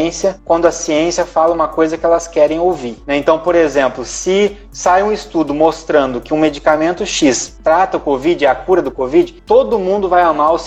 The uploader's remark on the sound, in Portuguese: Este episódio é o registro da live do dia 25/06/20. Na qual fui convidado para conversar com o Centro Acadêmico de Enfermagem da UFR.